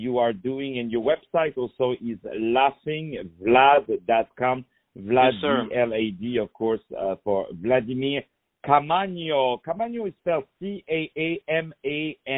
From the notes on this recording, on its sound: On the phone